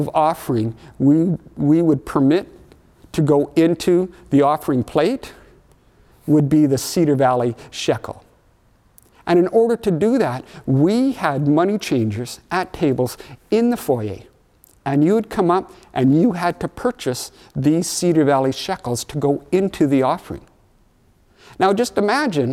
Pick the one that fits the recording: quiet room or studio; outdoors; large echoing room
large echoing room